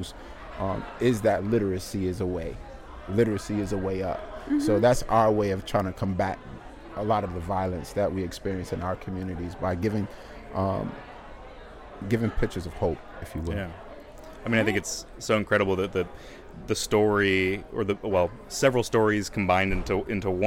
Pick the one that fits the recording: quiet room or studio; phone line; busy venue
busy venue